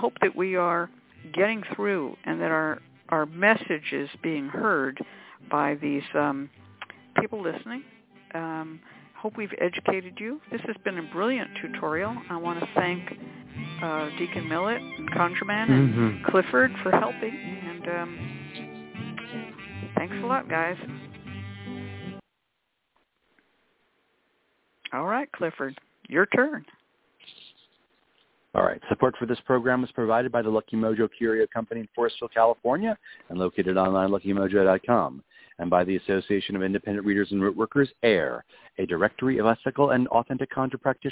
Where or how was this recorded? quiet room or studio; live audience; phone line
phone line